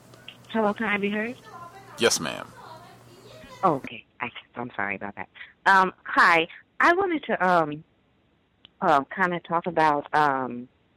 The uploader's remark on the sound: The C.O.W.S. Compensatory Call-In. The Context of White Supremacy hosts the weekly Compensatory Call-In.